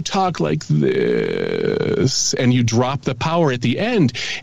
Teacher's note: It's a creaky or a croaky voice affectation · Term: vocal fry